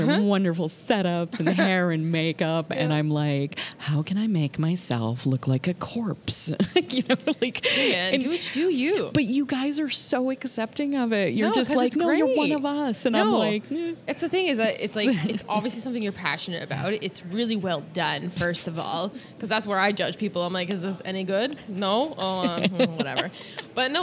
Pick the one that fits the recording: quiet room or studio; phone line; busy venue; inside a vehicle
busy venue